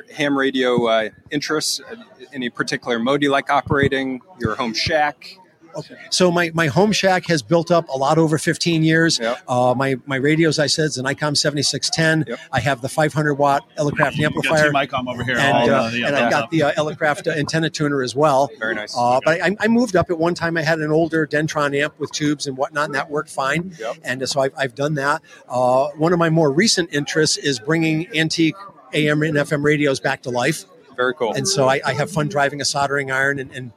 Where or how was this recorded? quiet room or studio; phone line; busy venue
busy venue